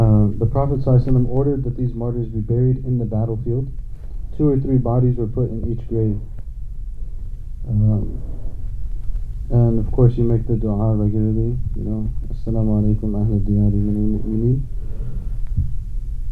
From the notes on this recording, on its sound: Visiting the Sacred Places - 06 (poor audio quality -sorry-).